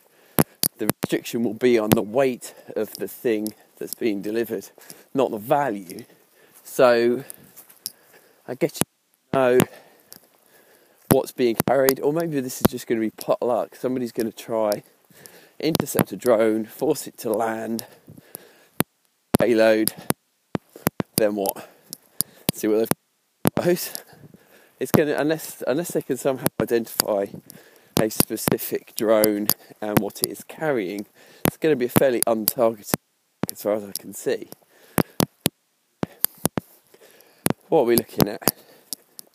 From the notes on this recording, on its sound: Apologies for the shocking sound quality on today's podcast. Unscripted, unedited, ad-hoc information security podcast recorded while walking the dog.